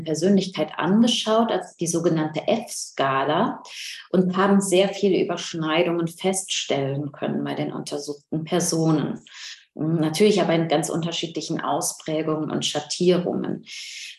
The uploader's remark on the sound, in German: Ein Mitschnitt der online Jour fixe-Reihe der Assoziation für kritische Gesellschaftsforschung (AkG). In der heutigen Ausgabe des mosaik-Podcast hört ihr einen weiteren Mitschnitt der digitalen jour fix Reihe der Assoziation für kritische Gesellschaftsforschung.